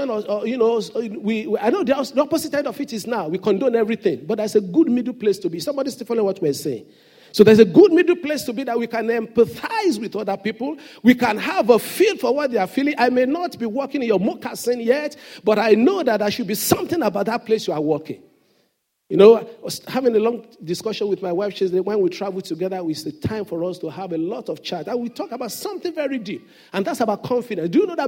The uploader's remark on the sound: Sunday Service message. The senior pastor of Fountain of Love, RCCG Aberdeen, UK.